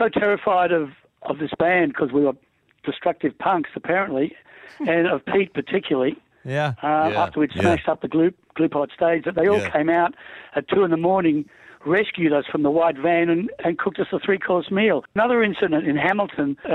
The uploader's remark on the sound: We are joined on the phone